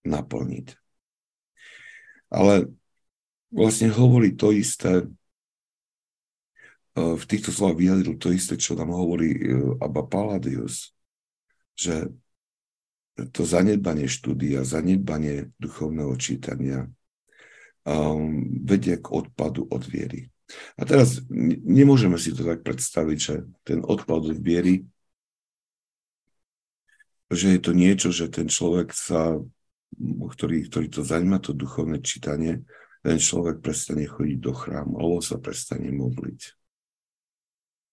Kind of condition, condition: link, video call